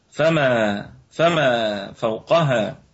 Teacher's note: حرف القاف في الدرجة الثانية من درجات التفخيم لأنها متحركة بالفتح وأيضا فيها قلقلة نسبية